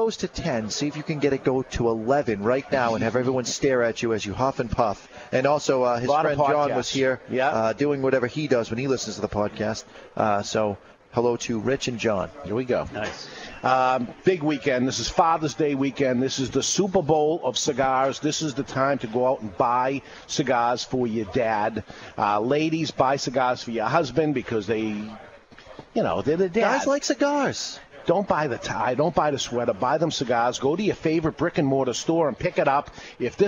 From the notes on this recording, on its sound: LIVE from Two Guys Smoke Shop in Salem NH.